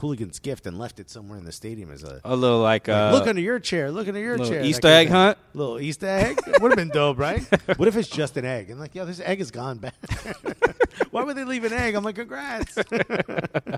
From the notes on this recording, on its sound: We are coming to you live from Subaru Park today!